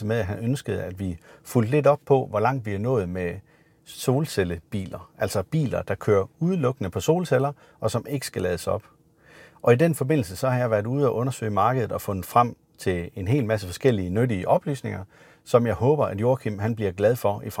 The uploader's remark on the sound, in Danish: Afsnittet idag er optaget i en Maxus Mifa 9